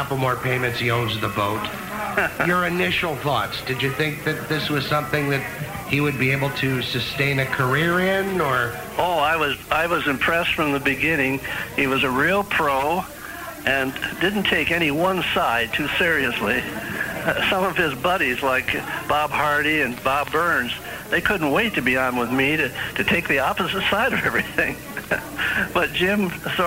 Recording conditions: busy venue